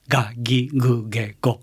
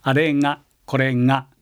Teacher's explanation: 微濁音というのは鼻に濁ると書いてますけども濁ってはいけませんけど一応鼻の方へ半分ぐらい息がいくとこういう音です · Shown in: second take